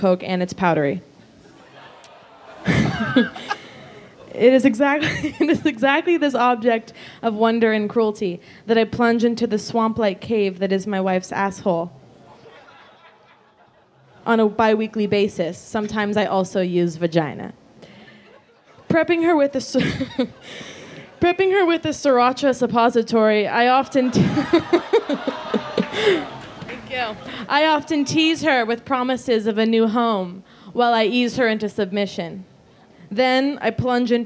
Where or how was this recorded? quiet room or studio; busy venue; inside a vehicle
busy venue